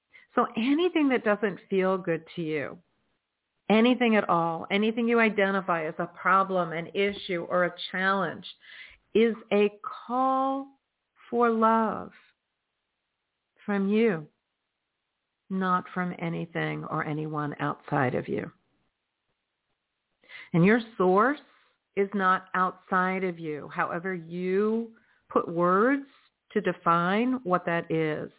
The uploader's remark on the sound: in response to callers' questions